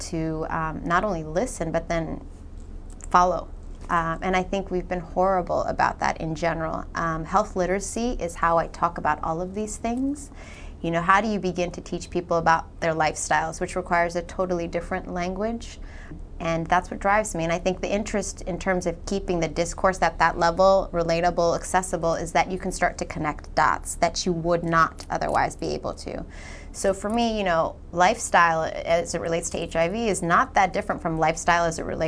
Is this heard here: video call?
no